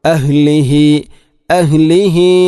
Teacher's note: അഹ്ലിഹി ഹാഇൻ്റെ ഉച്ചാരണം തൊണ്ടയുടെ ഏറ്റവും അടിഭാഗമാണ്.